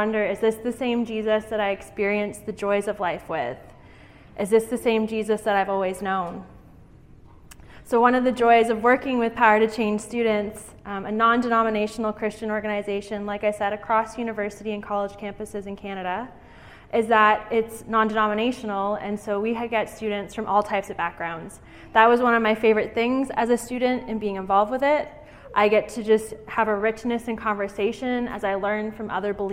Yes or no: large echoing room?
yes